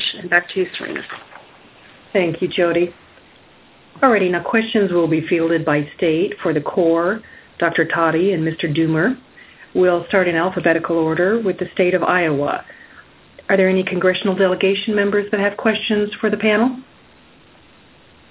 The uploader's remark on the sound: Army Corps of Engineers Missouri River Basin Water Management Division hosted conference call Tuesday, 10 June.